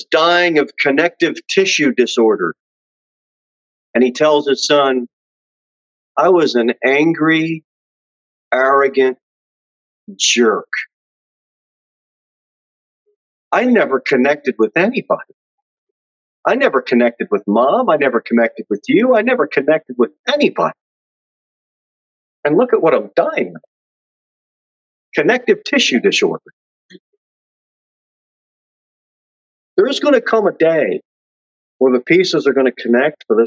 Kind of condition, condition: setting, large echoing room